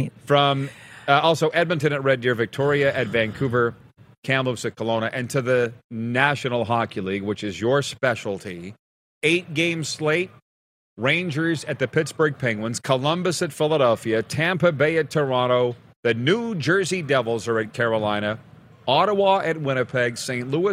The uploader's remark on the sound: LIVE from the Boca Raton Bowl in Florida!